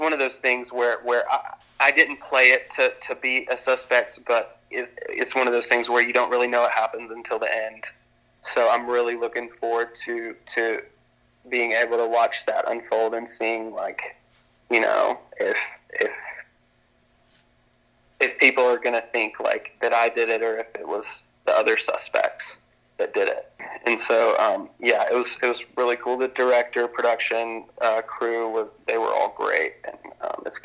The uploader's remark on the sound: burnt the phone lines down